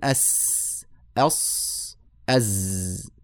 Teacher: لساني بين الثنايا العليا والسفلى فيخرج لي صوت السين والصاد والزاي تسمى حروفا أسلية لخروجها من أسلة اللسان يعني طرفه